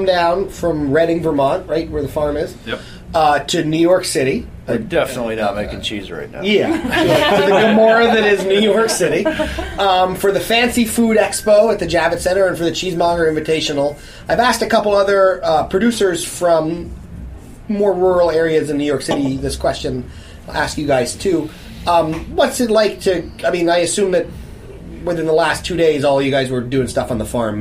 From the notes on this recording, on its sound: Were at the event and recorded some great interviews that they are sharing with listeners today. Re-live the 2014 Cheesemonger Invitational.